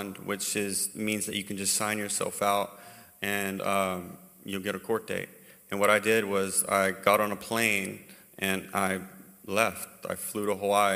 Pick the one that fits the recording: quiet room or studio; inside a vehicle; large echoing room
large echoing room